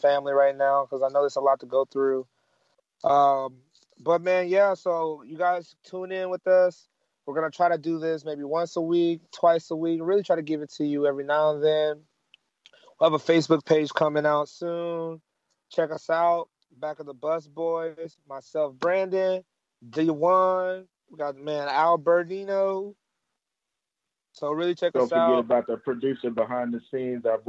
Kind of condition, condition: link, phone line